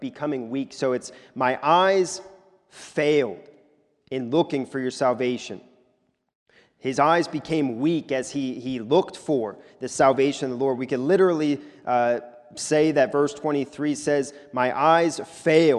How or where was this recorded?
large echoing room